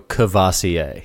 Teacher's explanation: I lose that first R, and I go Courvoisier.